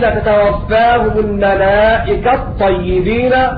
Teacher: فقد سقط حرف التاء بمخرجه وصفاته من همس وشدة · Term: الإدغام